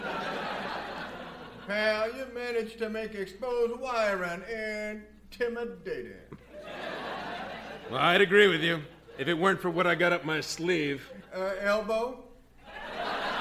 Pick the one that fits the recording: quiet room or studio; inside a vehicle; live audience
live audience